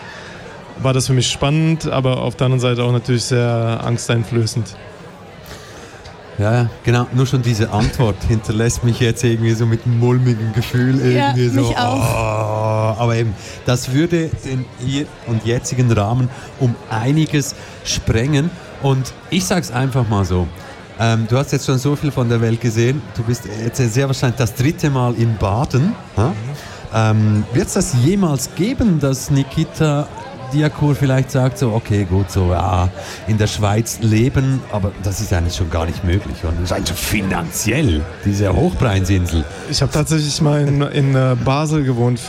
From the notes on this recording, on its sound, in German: Festivalausgabe live aus dem Merkerareal in Baden.